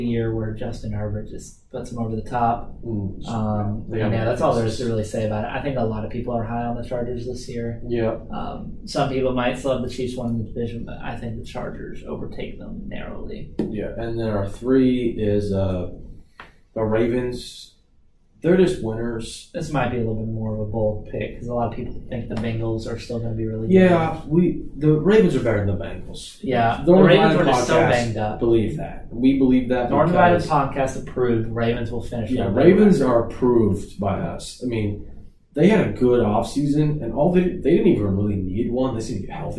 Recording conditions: poor microphone